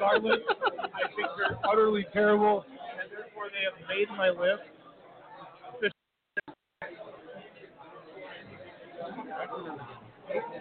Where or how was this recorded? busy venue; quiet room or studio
busy venue